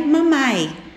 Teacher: Por exemplo, se o bebê tenta falar papai antes de, da cirurgia do palato, o resultado será parecido com um mamai, com fraca pressão de ar dentro da boca e uma voz nasal